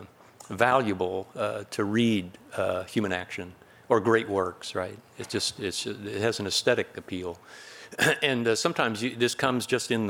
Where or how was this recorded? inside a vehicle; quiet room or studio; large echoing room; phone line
large echoing room